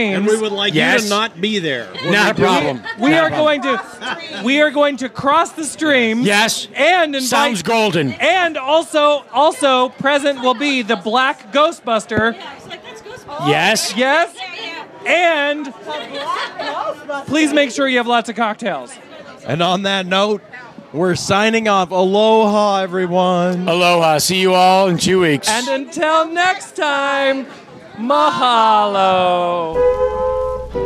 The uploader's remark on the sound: Live from Don The Beachcomber in Seal Beach